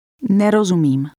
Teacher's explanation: Did you hear how the speaker stressed the beginning of the word?